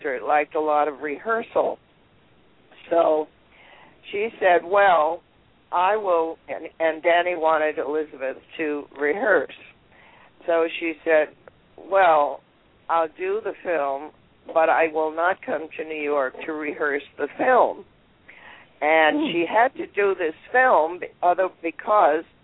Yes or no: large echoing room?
no